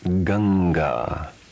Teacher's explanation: Anusvara, followed by a guttural consonant, is pronounced ng without the following a. Example, Ganga.